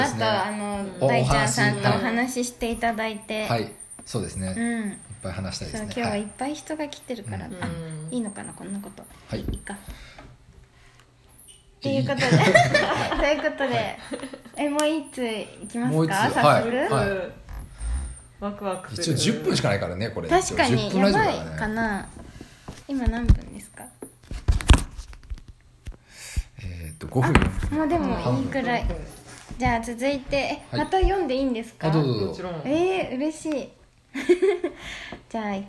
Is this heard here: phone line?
no